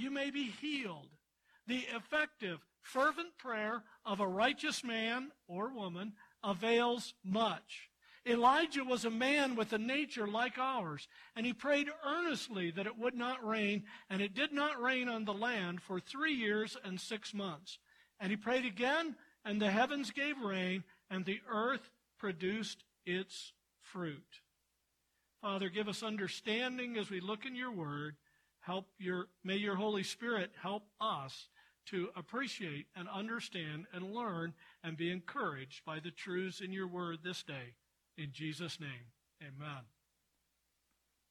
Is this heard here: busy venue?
no